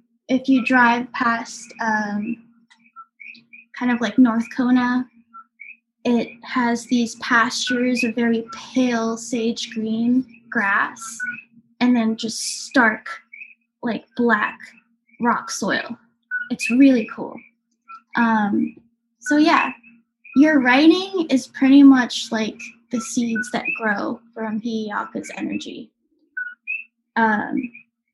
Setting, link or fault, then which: fault, sounds in the background